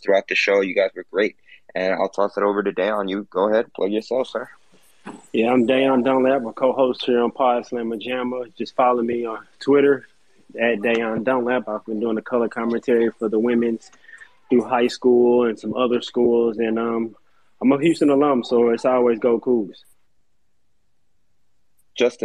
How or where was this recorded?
phone line